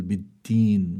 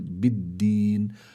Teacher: فلا بد أن تظهر الدال دالا ولا أن تكون شبيهة بالتاء · Shown in: second take